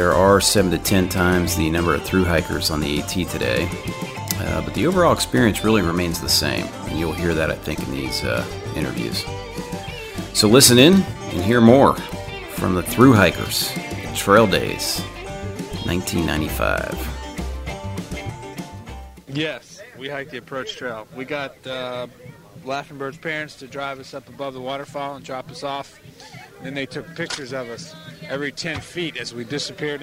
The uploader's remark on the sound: We revisit Trail Days in Damascus, Virginia. Most of these interviews were recorded live at the annual festival.